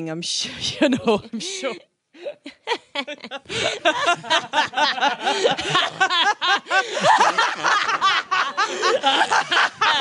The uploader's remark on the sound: Live at The Tightrope